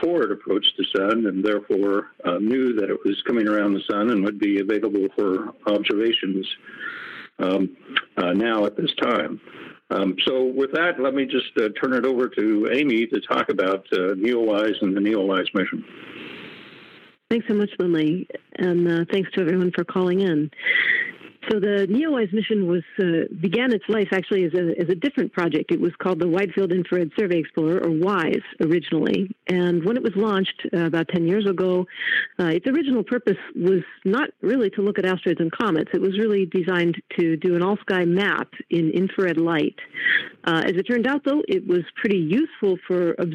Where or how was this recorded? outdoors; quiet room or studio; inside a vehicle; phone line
phone line